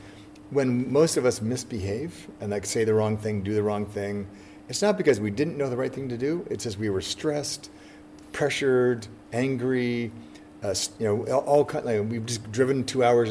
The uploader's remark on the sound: Recorded live. From the University of Sydney’s Evidence-Based Coaching Conference.